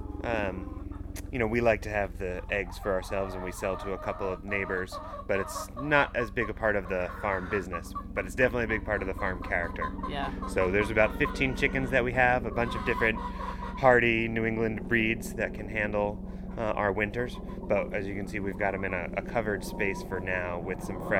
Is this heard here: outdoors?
yes